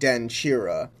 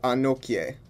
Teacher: instead of being pronounced like ki, the combination of K and Y actually make a ch sound · Shown in: first take · So when I say denkira, I should have been saying denchira, and I should have been saying anoche instead of anokye.